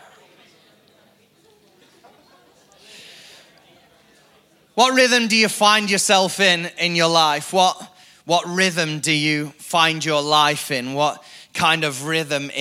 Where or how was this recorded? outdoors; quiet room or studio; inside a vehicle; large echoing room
large echoing room